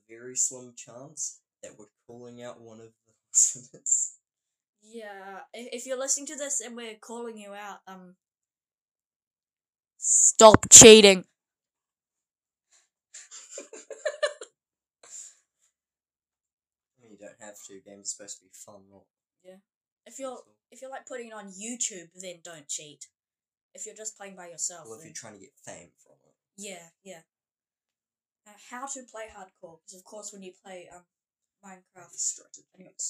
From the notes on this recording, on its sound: Just a warning, the audio is a little bit jumpy.